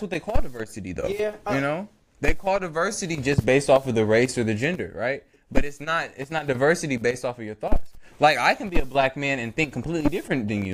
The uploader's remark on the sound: During the recording process, the episode's audio quality was corrupted.